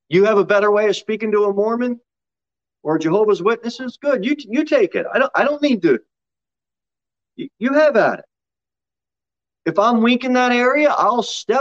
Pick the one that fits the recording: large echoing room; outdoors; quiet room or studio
large echoing room